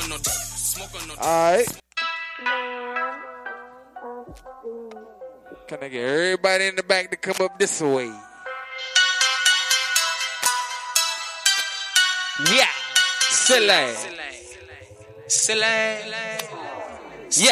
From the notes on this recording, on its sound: K-100 Radio was broadcasting live at Makin'It Magazines Media Matters ATL networking event at iLounge